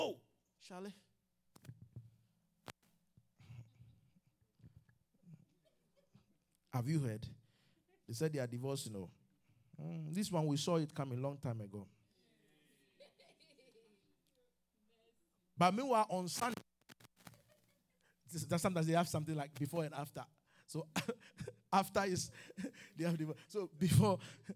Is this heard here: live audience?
yes